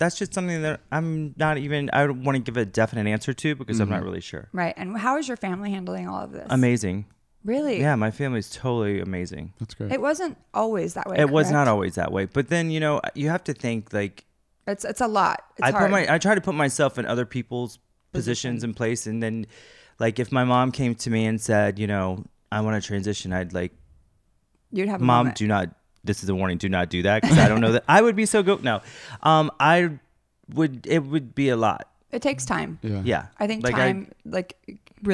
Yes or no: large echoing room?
no